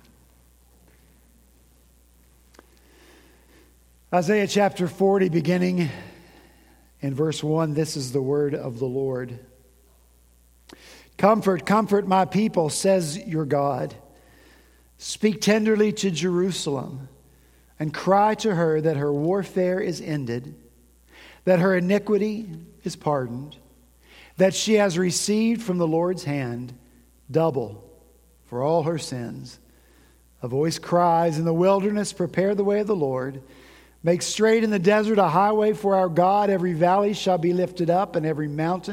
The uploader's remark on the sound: At Redeemer Presbyterian Church in Charleston, SC